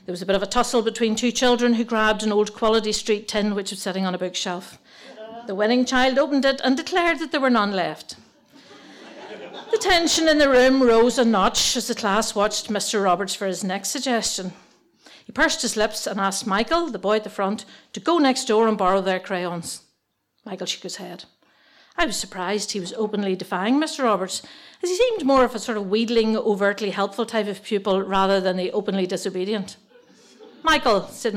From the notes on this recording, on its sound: Three wonderful stories told at different tenx9 events. Tenx9 is a live storytelling event where nine people have up to ten minutes each to tell a true story from their own life on a particular theme.